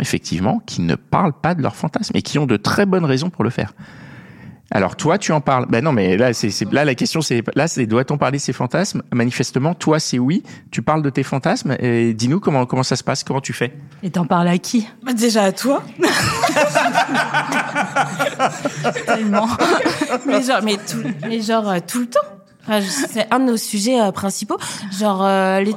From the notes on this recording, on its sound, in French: Enregistré au Jocelyne, sans ingénieur du son, j'ai fait de mon mieux.